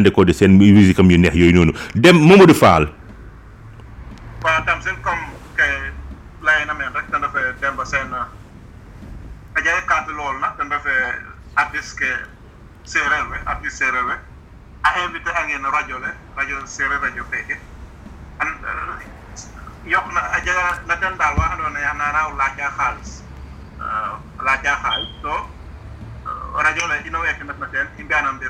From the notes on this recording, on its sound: Radio station : Seereer Radio. Location of interviewee : Pikine, Senegal Medium : Audio recording. Our sincere apologies for the background noise and connection issues.